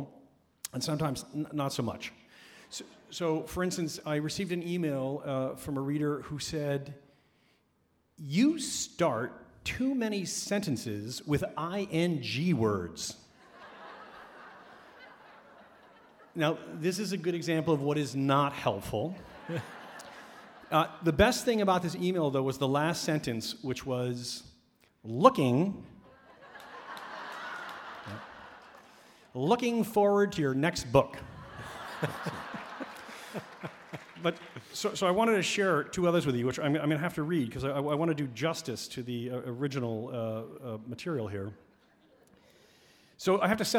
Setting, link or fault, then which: setting, live audience